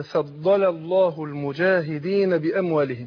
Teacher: فما اقولش ايه فضل الله، يرقق اللام الاولانيه اللي هي بتاعت فضل أيوة. ولام لفظ الجلاله الله افخمها. هو يعتبر احنا طبعا بننطق اللامين ورا بعض عشان احنا الفاصل اللي الالف بتاع الله، الالف اللي هو في كلمه الله اللي هو اول حاجه في لفظ الله، ده بيسمى الف الوصل او همزه الوصل، ده بيسقط في الدرج. · Term: مفخمه